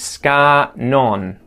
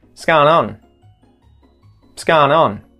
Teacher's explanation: you will sometimes hear this get really contracted and almost made more nasal, right? To sort of accentuate that Australian accent.